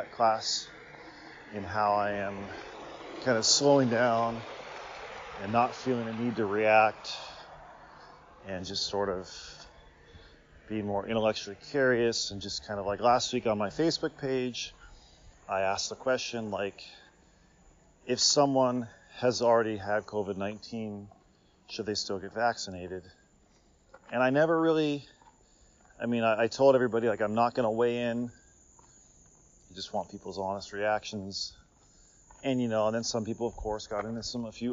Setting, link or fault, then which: fault, sounds in the background